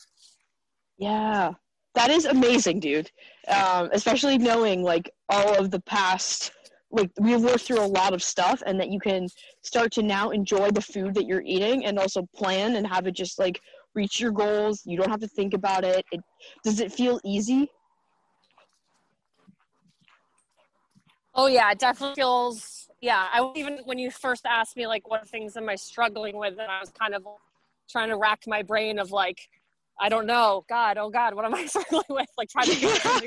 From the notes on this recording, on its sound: A recent recording of a group coaching call with my amazing girl gang.